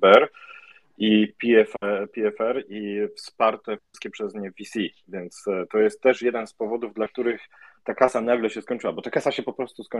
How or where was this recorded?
video call